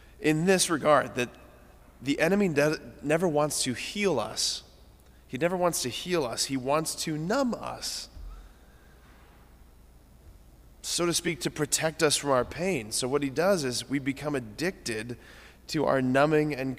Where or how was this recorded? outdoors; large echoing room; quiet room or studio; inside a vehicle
large echoing room